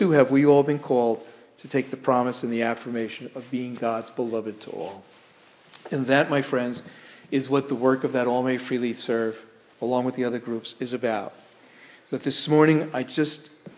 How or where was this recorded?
large echoing room